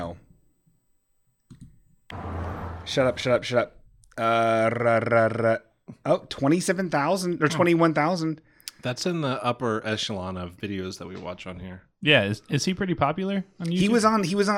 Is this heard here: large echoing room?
no